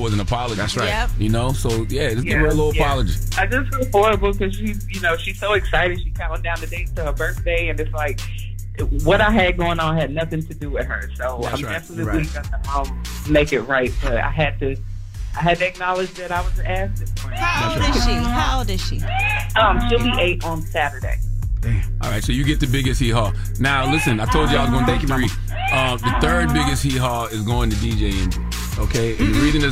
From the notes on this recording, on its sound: Listeners call in to share who they would like to nominate for Donkey of the Day.